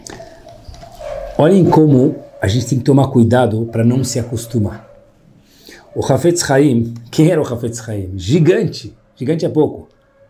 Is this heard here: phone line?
no